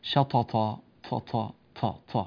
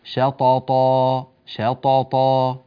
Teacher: الطاء حرف مجهور، يعني لا يصحبه نفس يخرج معه في أثناء النطق · Shown in: second take